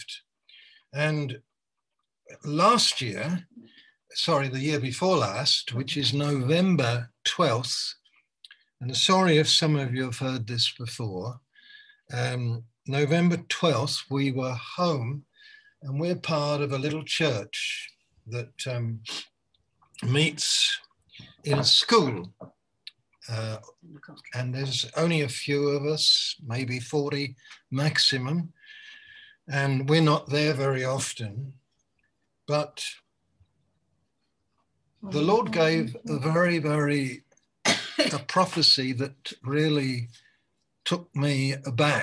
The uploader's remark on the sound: Malaysia Meets (Zoom)